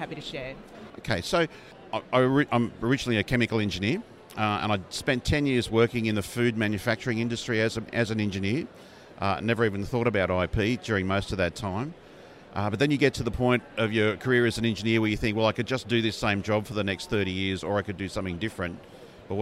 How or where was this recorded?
busy venue